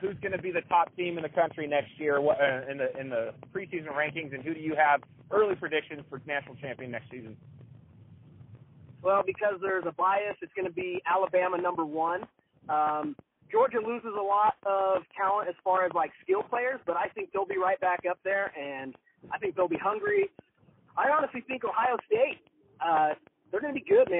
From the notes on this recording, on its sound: Over the phone.